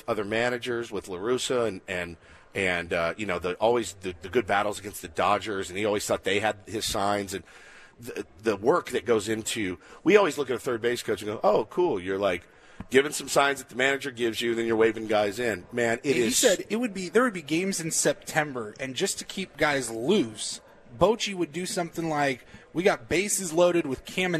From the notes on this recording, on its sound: live from the Peoria Sports Complex for Day 2 from Padres Fantasy Camp!